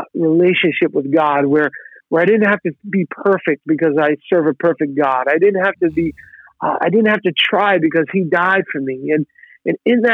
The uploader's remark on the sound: Location: TMB Office, Phone